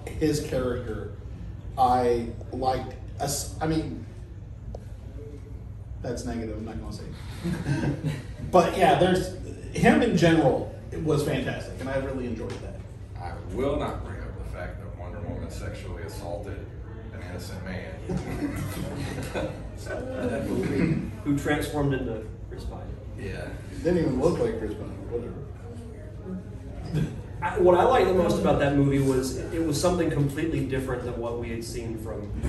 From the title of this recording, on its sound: Pensacon 2023 Panel